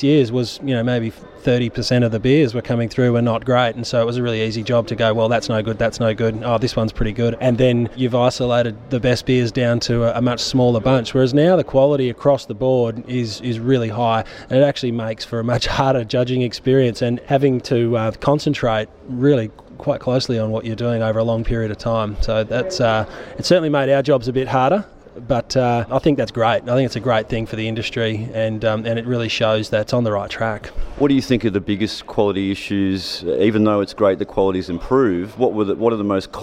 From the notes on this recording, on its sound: Report from Independent Brewers Association Conference in Adelaide. Report from Independent Brewers Association Conference in Adelaide.